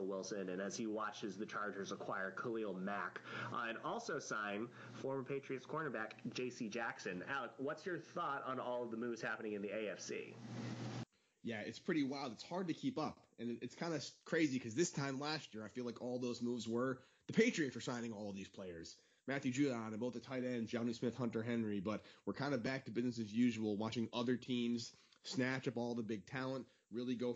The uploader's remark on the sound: Audio is quieter on this podcast, as a heads up!